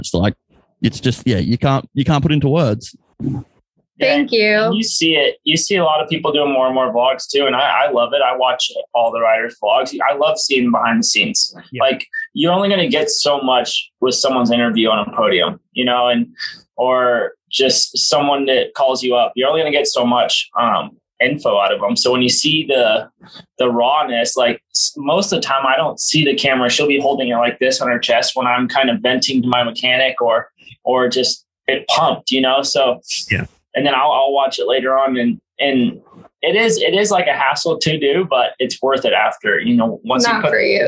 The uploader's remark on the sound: Are joined on zoom by one of the power couples of the moto industry in the US.